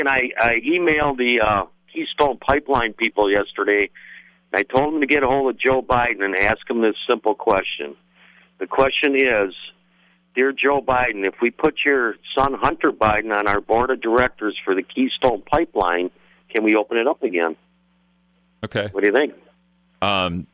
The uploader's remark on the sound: When the mayor and fire chief call in to set someone straight. After a listener calls in with some misinformation.